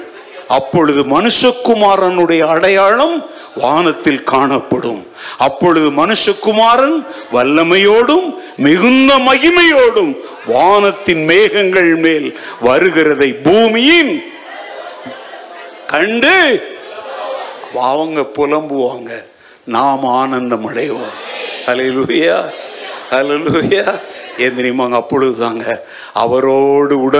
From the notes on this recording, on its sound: Event: Sunday Second Service Sermon Live. Agapebangalore.